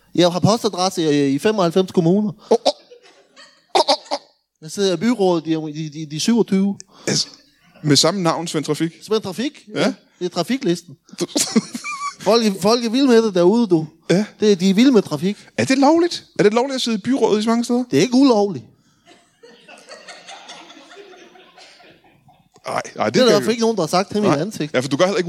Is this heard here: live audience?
yes